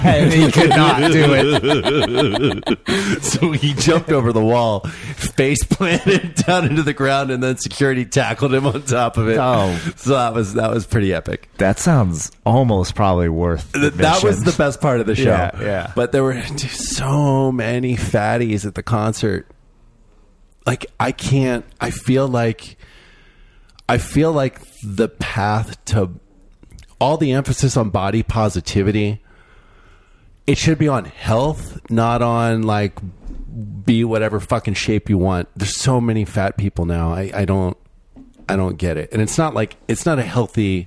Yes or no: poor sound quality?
no